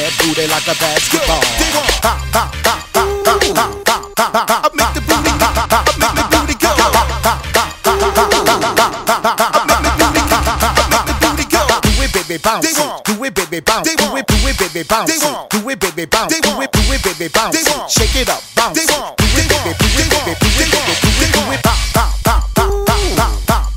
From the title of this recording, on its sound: LIVE from Invictus Cigar Lounge